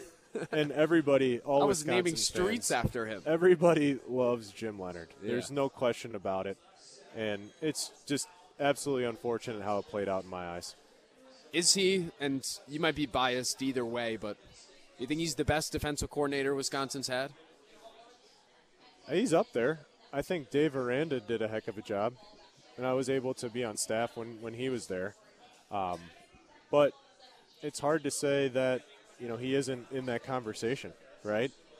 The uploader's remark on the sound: live from Monk's in Sun Prairie